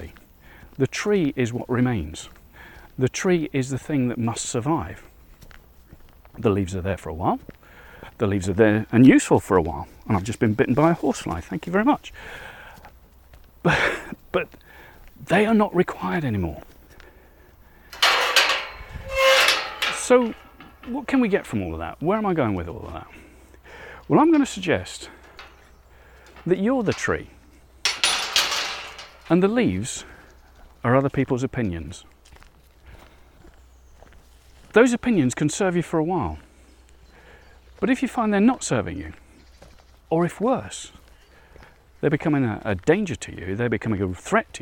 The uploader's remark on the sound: Out on another walk. Heading towards the woodland.